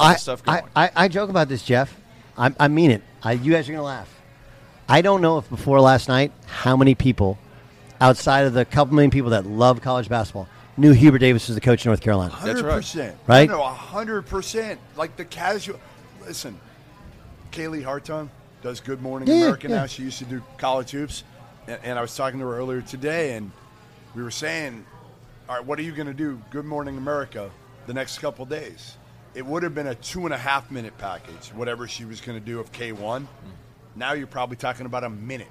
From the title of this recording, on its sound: LIVE at the Final Four